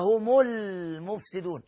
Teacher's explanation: هم المفسدون، معايا همزة وصل ملغاة، أصلها هم المفسدون، الهمزة دي تتلغي، هتتلغي خالص عند الوصل، هتبقى هم المفسدون.